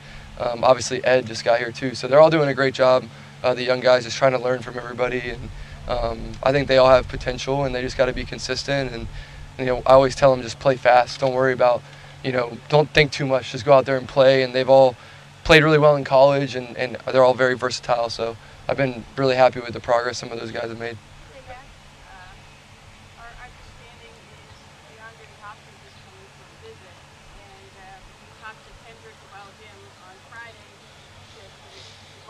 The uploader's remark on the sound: addresses the media during his press conference on Monday, June 12, 2023.